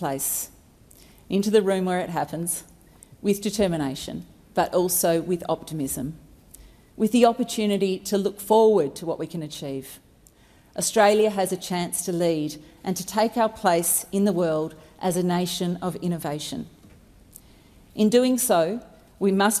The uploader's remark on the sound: Recording took place in the House of Representatives.